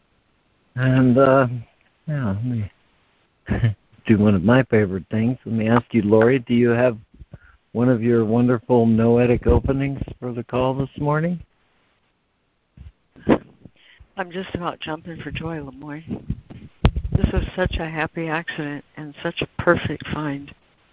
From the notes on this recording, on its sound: ACIM Daily Conference Call.